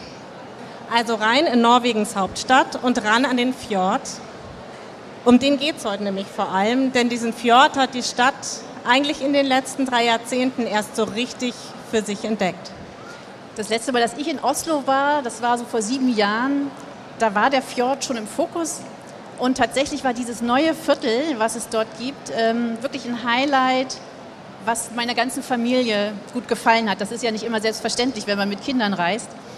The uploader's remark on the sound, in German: live von der Frankfurter Buchmesse